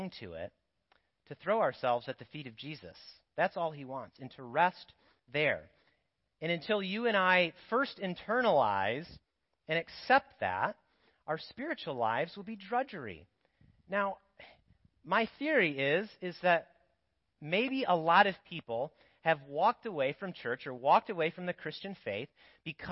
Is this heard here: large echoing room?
yes